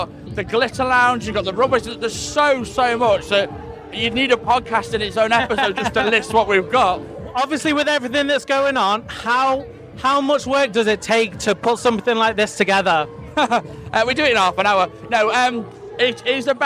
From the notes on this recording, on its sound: Recorded LIVE at the highlight of our year- Chester Pride 2023!